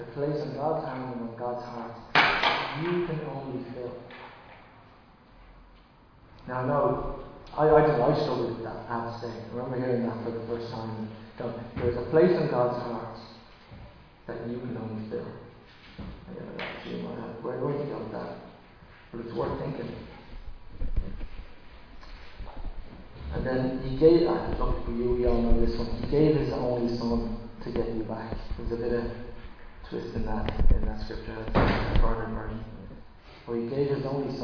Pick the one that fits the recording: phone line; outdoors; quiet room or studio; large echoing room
large echoing room